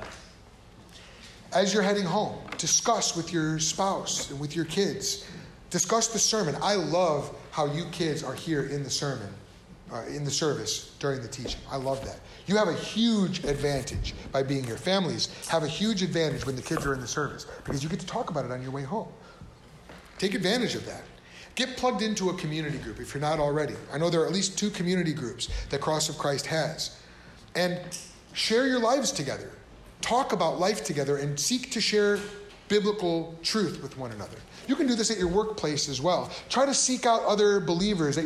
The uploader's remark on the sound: This episode comes from a sermon. Preached at Cross of Christ Fellowship. In Naperville, Illinois.